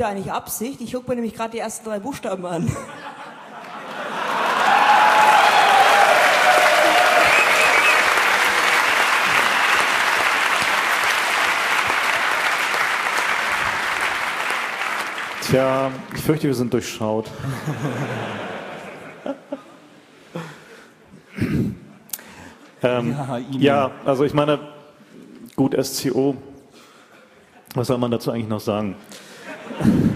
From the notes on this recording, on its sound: Moderated Audience Discussion